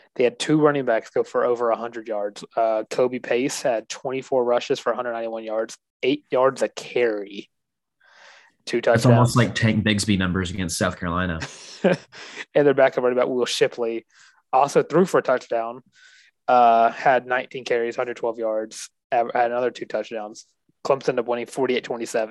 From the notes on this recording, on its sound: The Zoom edition of The Benchwarmer's Podcast.